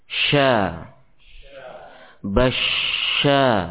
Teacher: Ya, yang mana suara ya, keluar dari tengah lidah yang bertemu dengan langit-langit ya, sehingga suara tersebut membentur permukaan dalam atau bagian dalam dari gigi-gigi atas dan bawah. Ya, suara ini menyebar dalam pengucapan huruf syin. Ya, suara itu menyebar dalam ya, area mulut kita. · Term: tafasyi